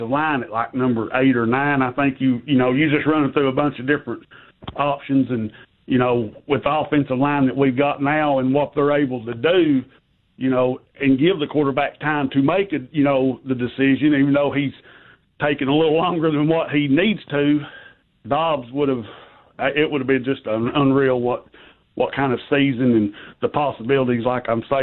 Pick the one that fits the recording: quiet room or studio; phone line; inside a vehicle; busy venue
phone line